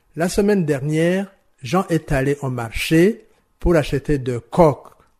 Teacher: pour acheter 2 coques, ça se trouve sur « co », parce que « que », c'est pas très senti, c'est pas prononcé. Donc, il n'y a pas d'accent sur le « que », mais sur le « co ». · Term: accent tonique